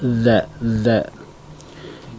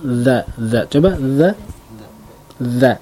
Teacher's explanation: Punggung ujung lidah bertemu dengan ujung gigi seri atas. · Term: makhrajnya za